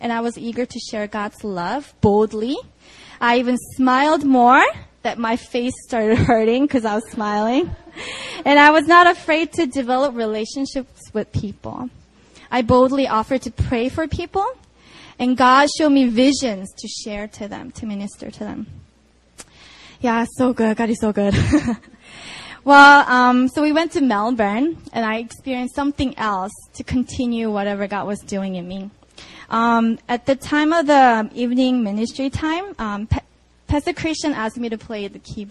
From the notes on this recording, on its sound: Sunday Service (Itaewon Campus 4pm)